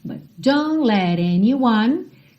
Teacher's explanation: a gente tem rarara no T do let